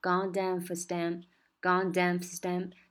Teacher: stamps don't buy diapers，那 goddamn food stamp，goddamn food stamp，这个地方 goddamn 它就有那个 m，它也是比较微弱的哈，基本上是被吞掉了，做一下嘴型就可以